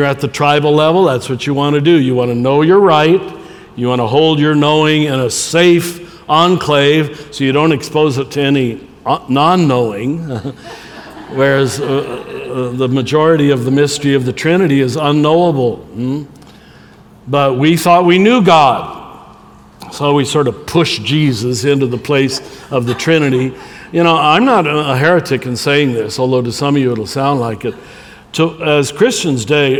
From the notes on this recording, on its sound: From two SAND Conferences recorded before live audiences.